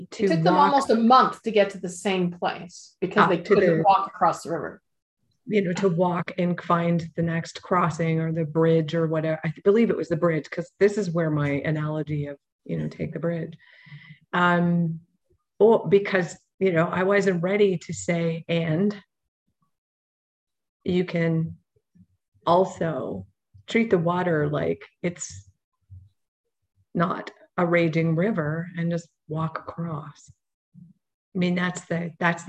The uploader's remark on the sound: Audio version of May 6, 2022 Zoom call